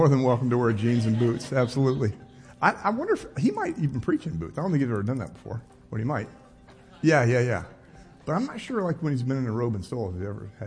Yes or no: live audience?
yes